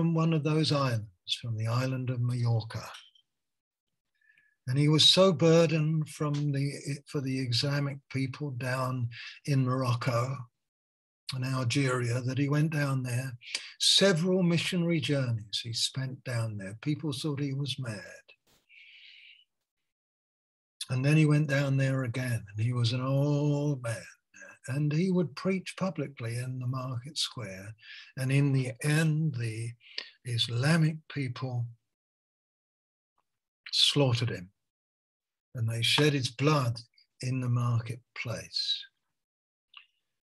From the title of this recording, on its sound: Malaysia Meets (Zoom)